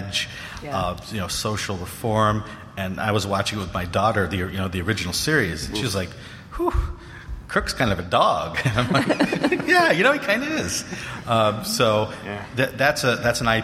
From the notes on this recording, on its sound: Panel from PAX West.